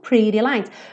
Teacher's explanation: esse rarara no T e no D é uma característica bem típica do inglês americano